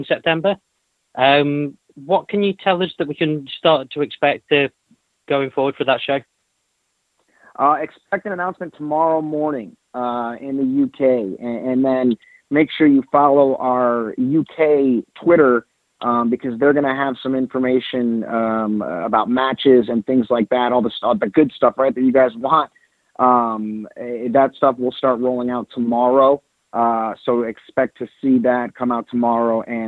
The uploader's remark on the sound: Impact Wrestling's August 9, 2018 media call